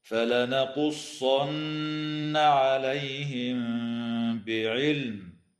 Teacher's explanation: تخفى الميم الساكنة عند الباء مع الغنة في قوله تعالى عليهم بعلم، وتظهر اللام في كلمة بعلم وتسمى لام الاسم، ويجوز الوقف على هذه الكلمة من قبيل الوقف الكافي هكذا: فلنقصن عليهم بعلم.